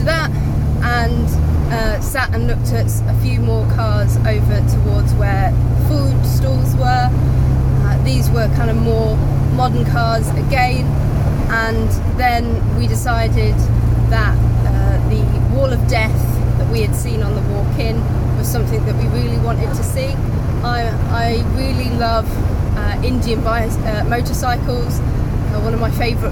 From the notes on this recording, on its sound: all recorded from my 1968 Morris Minor, Peggy